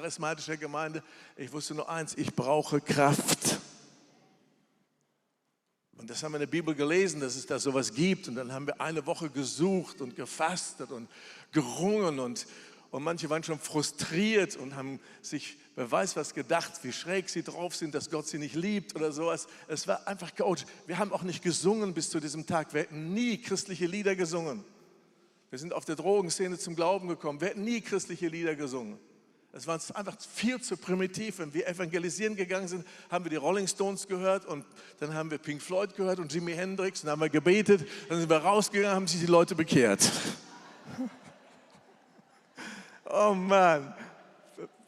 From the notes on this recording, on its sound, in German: Das ist ein Teil der Abschlussveranstaltung von “GOTTES HERZ TREFFEN BERLIN 2020 –TOGETHER TOGETHER” von der ELIA-Bewegung.